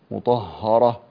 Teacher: هذه الهاء هاء مرققة وقعت بين مفخمين، فالطاء هذه مفخمة والراء مفخمة لأنها مفتوحة